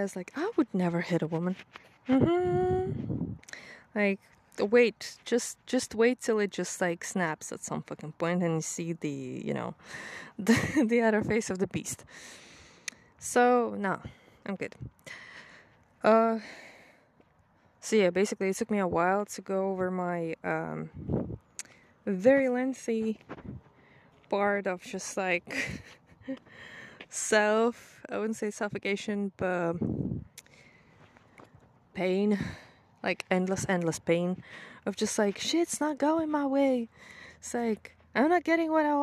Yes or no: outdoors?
yes